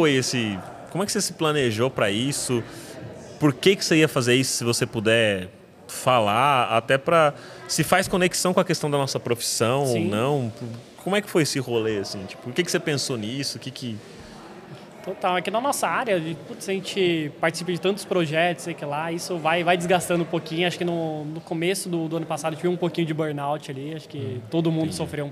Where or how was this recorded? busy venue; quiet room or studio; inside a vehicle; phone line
busy venue